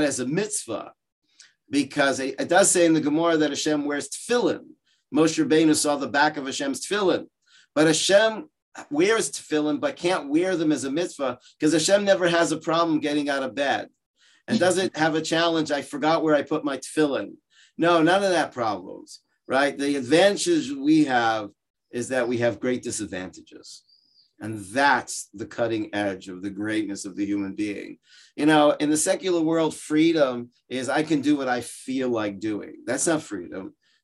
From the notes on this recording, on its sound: Gives a shiur over Zoom. On Illuminate, Orayta's virtual adult beit midrash.